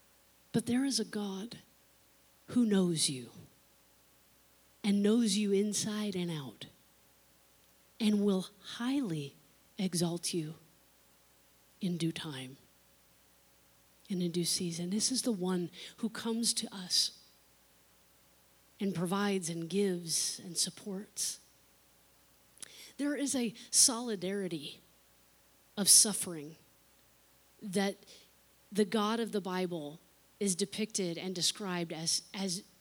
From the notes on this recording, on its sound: unedited recording of the service